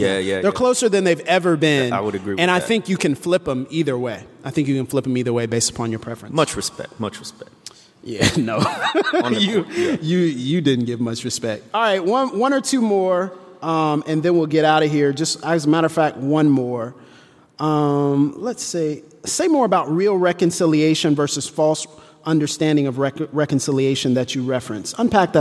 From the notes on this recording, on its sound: Live From New York and answering questions for the audience!